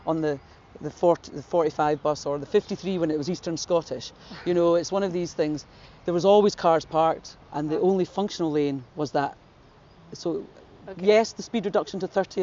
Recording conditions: outdoors